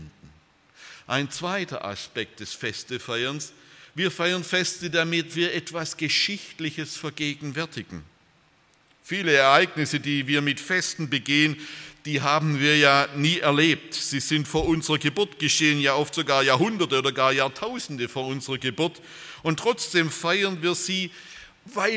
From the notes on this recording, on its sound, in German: aus dem Gottesdienst der Liebenzeller Mission